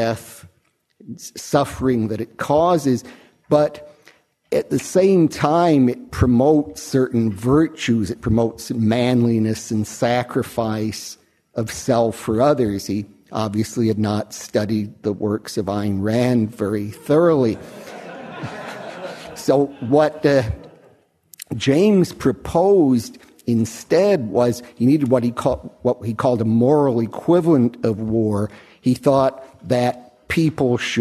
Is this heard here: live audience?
yes